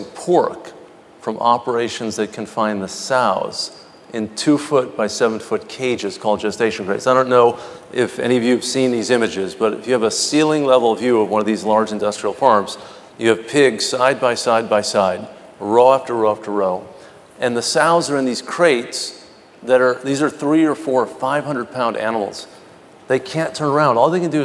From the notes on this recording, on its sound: The best of live interviews from GreenBiz events.